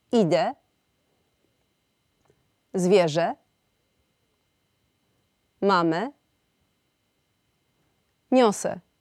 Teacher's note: te same wyrazy z samogłoską ę wymówioną całkowicie ustnie